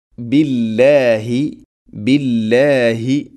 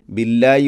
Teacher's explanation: ഹ തൊണ്ടയുടെ താഴെ ഭാഗമാണ്, അത് ഉച്ചരിക്കണം · Shown in: first take